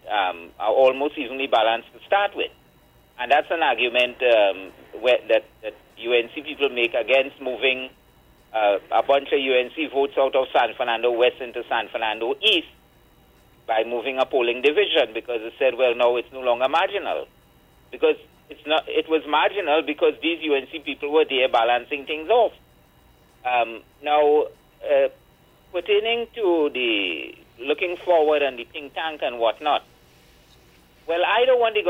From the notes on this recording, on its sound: we take more calls from the audience